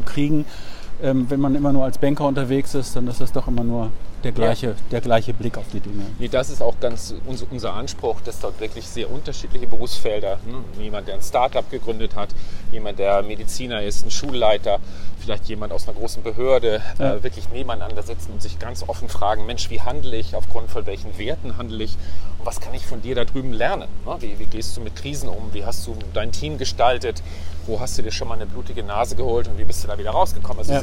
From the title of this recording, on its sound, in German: Auf einen Spaziergang